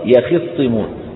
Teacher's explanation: بفتح الياء وكسر الخاء يخصمون